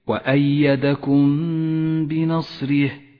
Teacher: نخفي الميم بالباء ولكن لا نجافي بين الشفتين عند نطقها ولا نضغط عليهما بل نتوسط في ذلك · Term: الإخفاء الشفوي